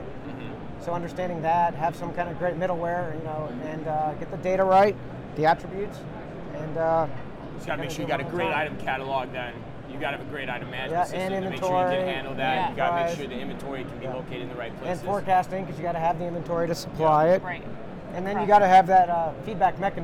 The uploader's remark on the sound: LIVE FROM #NRF2024